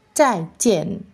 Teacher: The first fourth tone is not changed to be the second tones.